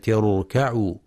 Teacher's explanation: وينتبه لترقيق الكاف في كلمة اركعوا وكلمة لا يركعون فلا يقرأ اركعوا بتفخيم الكاف حتى تقرب من القاف.